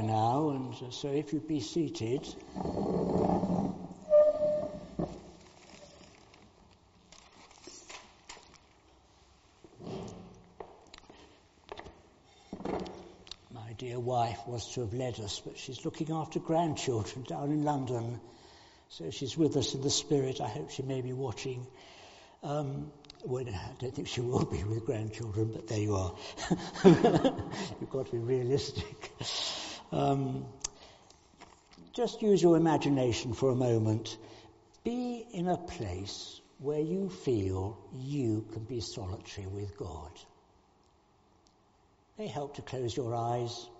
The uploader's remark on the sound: All Saints Morning Worship. Recorded at the 10:00 service on Sunday 12th March 2023.